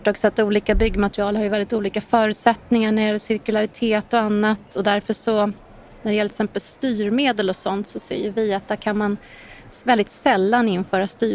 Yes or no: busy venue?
yes